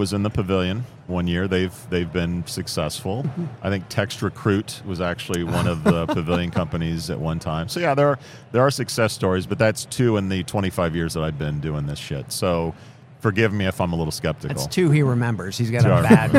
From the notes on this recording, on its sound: Live at the HR tech 2022 conference